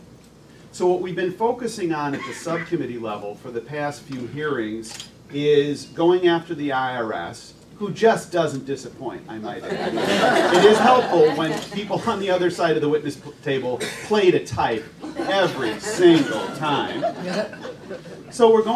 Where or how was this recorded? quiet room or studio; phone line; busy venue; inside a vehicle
busy venue